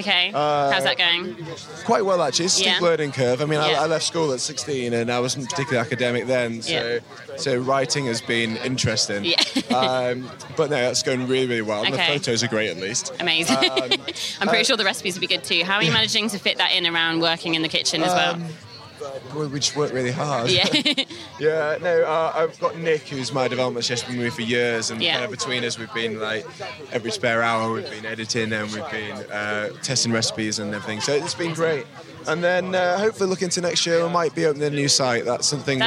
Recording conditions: busy venue